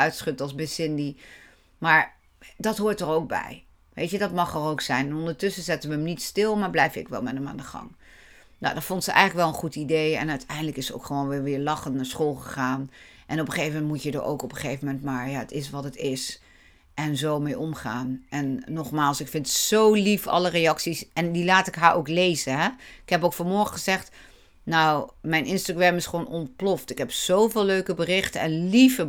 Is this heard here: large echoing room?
no